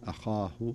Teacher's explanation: الهمزة مرققة ثم تأتي الخاء بعدها مفخمة. خاء مفخمة، هذا من حروف الاستعلاء، وخاصة أنه مفتوح، وهو من أعلى درجات التفخيم.